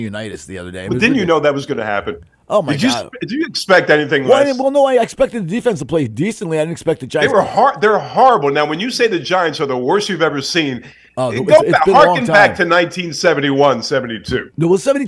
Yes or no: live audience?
no